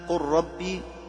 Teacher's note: وأما قل ربي فلا خلاف في إدغامه لشدة القرب وقوة الراء